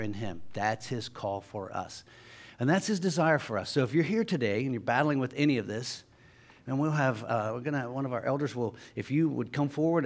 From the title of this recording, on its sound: Sunday Morning Service